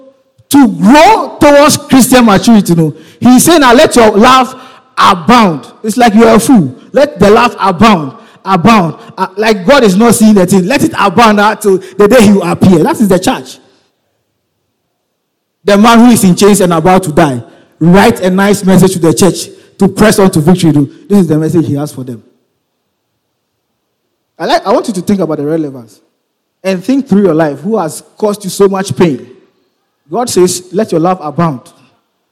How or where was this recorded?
large echoing room